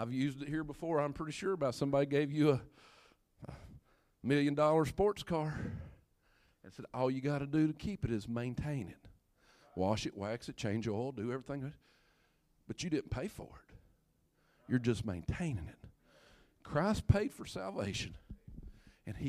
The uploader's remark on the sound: first preached at Craigsville Holiness Church Labor Day Weekend 2019